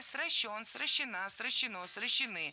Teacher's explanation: Корень – безударный, а ударение ставим за корнем. Где есть не нулевое окончание, то на окончание.